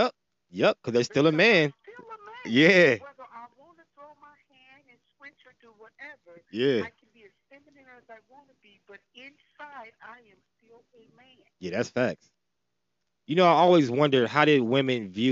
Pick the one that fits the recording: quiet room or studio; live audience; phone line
phone line